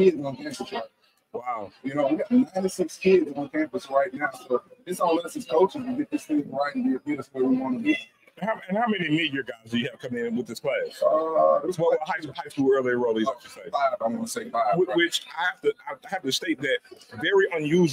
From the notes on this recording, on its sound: Live from Thee Recruit Reveal